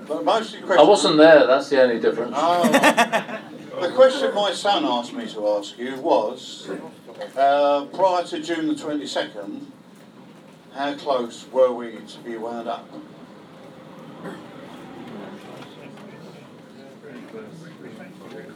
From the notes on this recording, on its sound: Part 2 of this special Meet The Owners was recorded in the Supporters Club. Spoke to a live audience of Leyton Orient fans.